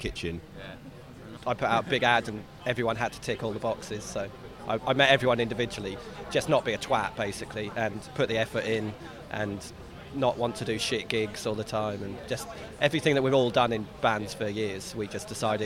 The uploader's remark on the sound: Old Country presents Bloody Awful Poetry in all its glory at the Old Queen's Head in Islington.